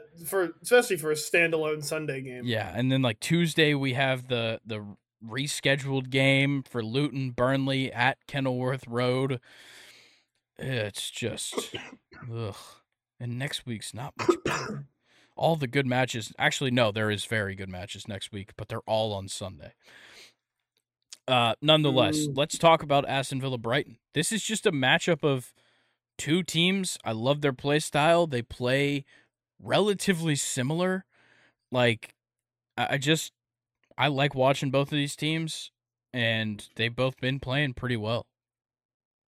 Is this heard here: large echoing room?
no